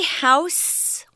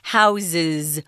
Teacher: We say house with an S sound, but when we make it plural, guys, it's a Z sound.